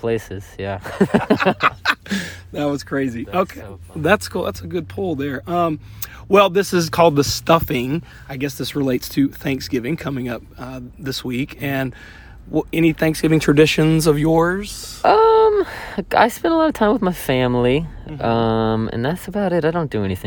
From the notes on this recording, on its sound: in a van outside the Fox Theatre in Atlanta, GA